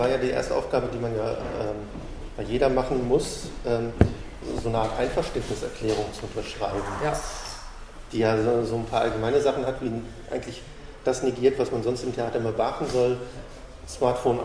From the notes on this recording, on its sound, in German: Das Interview wurde im Foyer des Theaters geführt und dementsprechend einige Hintergrundgeräusche.